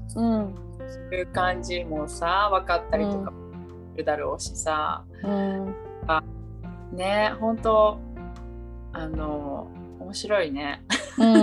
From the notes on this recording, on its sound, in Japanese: リモート収録でお届けします